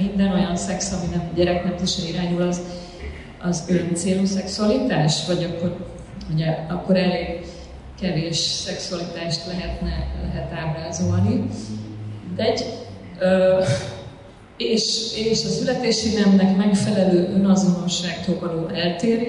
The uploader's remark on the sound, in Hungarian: Qubit Live-előadásában. (Elnézést kérünk a hanghibákért.)